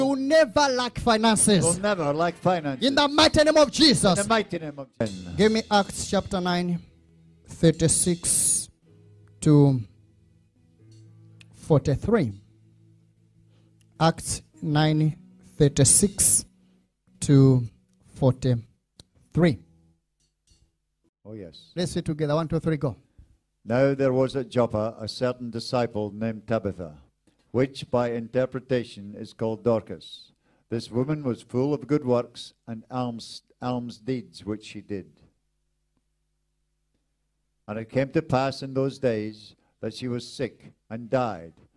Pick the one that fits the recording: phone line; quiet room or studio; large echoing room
large echoing room